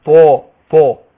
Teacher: يبقى قبل الألف هنا الطاء حرف مستعلى، حرف مفخم، ما ينفعش أقول من الشيطان طاء، لا طاء طاء كده.